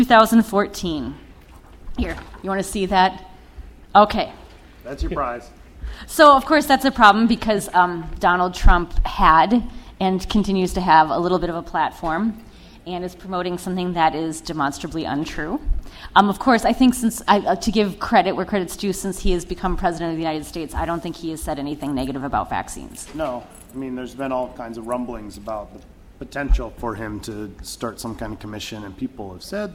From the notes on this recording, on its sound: Live at NFID. Traveled to Bethesda, MD to record a live episode at NFID's Vaccinology Course.